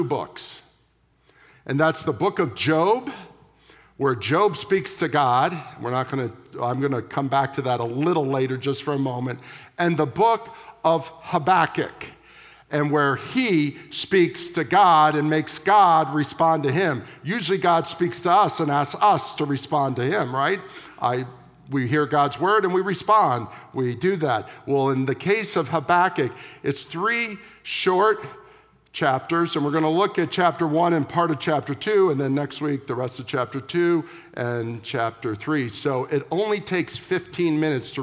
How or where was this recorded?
large echoing room